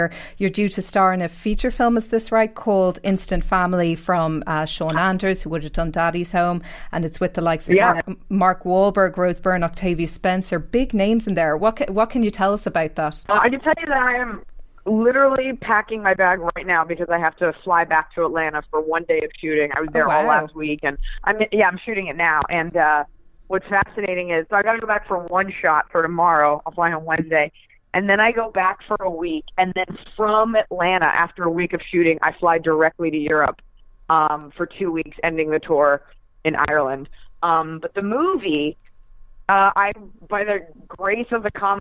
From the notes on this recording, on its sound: Entertainment.ie's new phone interview podcast.